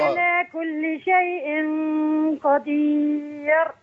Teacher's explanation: قدير بترقيق الراء افضل